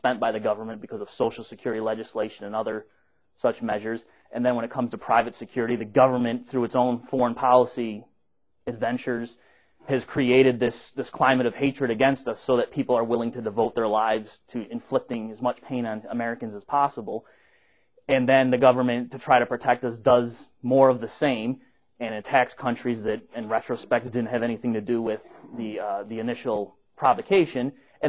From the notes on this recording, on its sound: Recorded at the Mises Institute